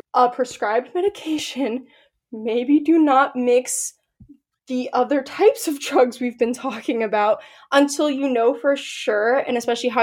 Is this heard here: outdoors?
no